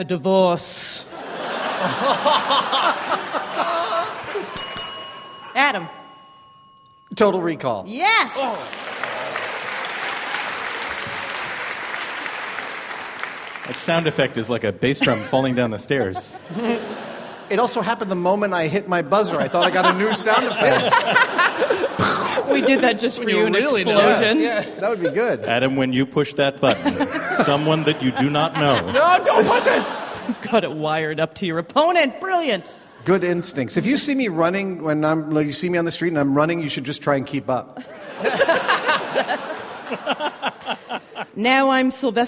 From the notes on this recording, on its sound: From the San Francisco comedy festival SF Sketchfest.